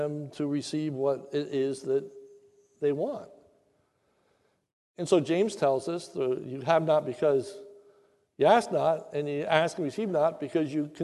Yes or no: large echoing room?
yes